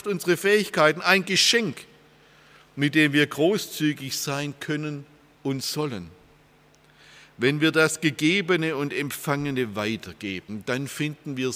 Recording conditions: large echoing room